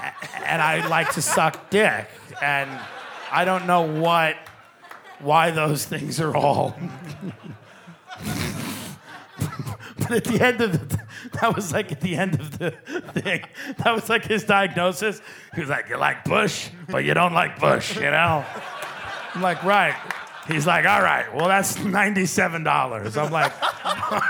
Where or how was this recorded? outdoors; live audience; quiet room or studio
live audience